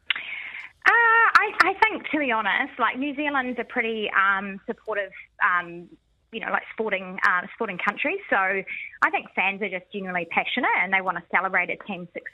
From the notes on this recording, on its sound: we listeners call in for show and tell